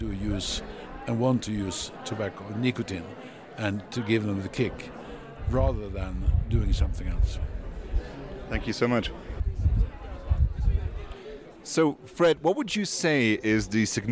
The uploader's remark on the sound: We're coming to you live from Davos, where Consumer Choice Center was a sponsor at the annual Swedish Lunch side-event. You're hearing from guests and the CCC team live from the mountain.